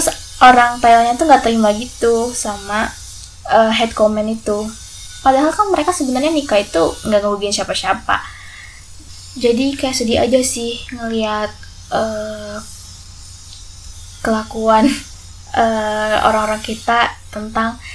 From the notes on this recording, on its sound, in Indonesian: episode kali ini bakalan banyak noise banget nih,karena tetangga lagi renovasi rumah dan suranya kenceng banget